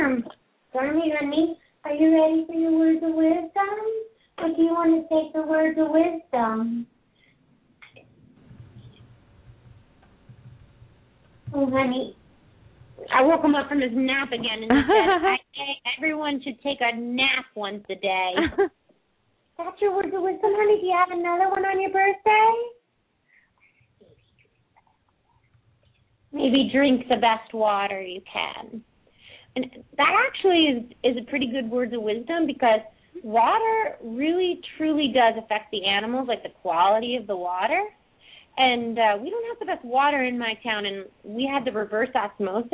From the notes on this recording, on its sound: open up the lines for listeners to call